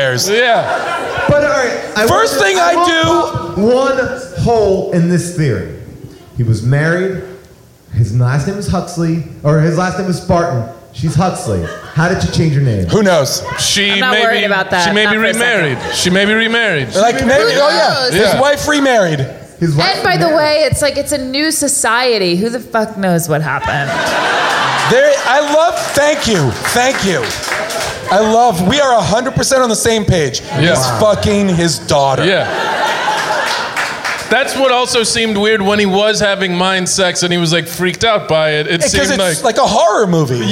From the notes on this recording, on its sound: Recorded LIVE at SubCulture in New York.